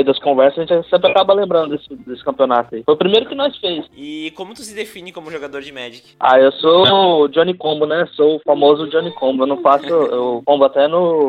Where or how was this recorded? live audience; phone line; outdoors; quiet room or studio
phone line